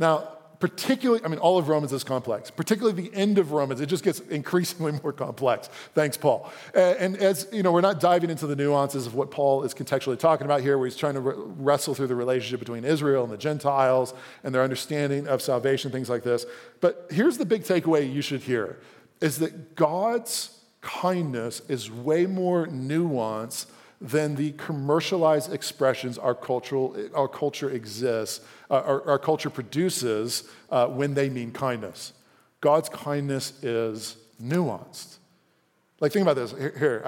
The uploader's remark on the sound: A live recorded sermon from the Sunday gathering at The Heights Church Denver.